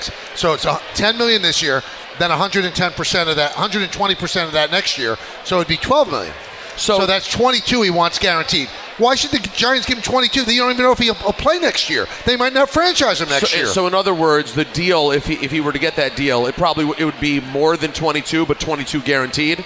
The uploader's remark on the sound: live from K Korner Bar in Citi Field